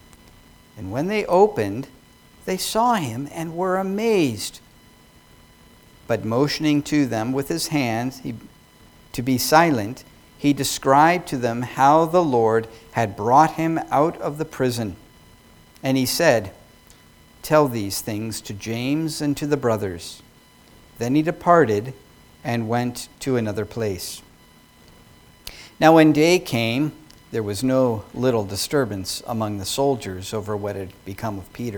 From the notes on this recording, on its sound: Sermon preached at New Creation Reformed Presbyterian Church on Jan.